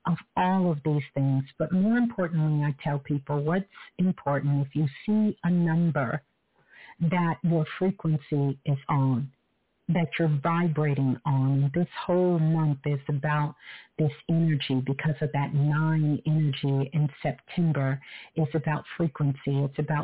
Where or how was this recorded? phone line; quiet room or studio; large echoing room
phone line